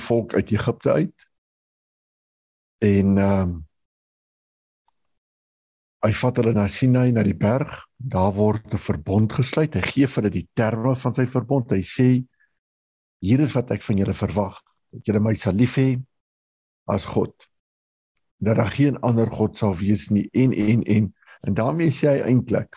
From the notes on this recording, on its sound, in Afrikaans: Manne van die Woord Zoom Byeenkoms 14 April 2022